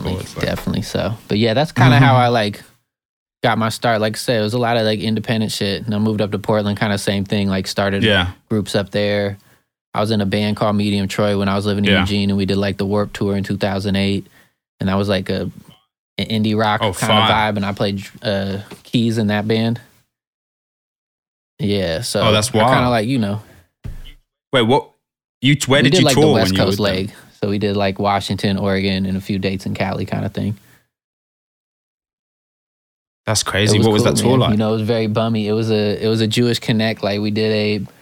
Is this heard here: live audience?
no